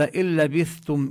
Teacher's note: النون الساكنة تدغم في اللام، لا نلفظ نونا إنما نشدد اللام